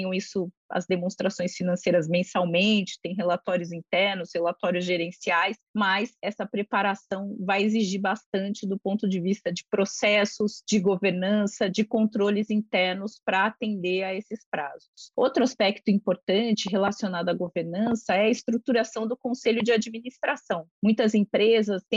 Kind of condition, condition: link, video call